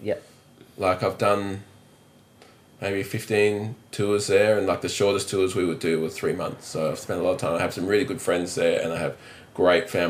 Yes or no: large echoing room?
no